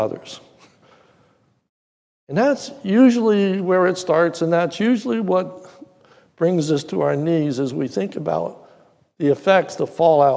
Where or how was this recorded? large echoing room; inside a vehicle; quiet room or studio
large echoing room